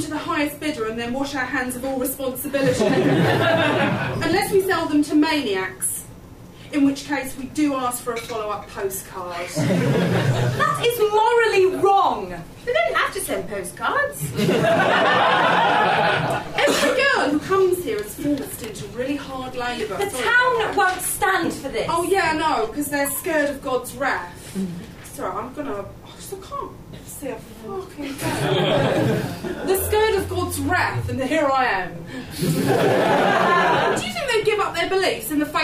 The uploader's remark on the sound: Recorded at the Leicester Square Theatre, London, in February 2011.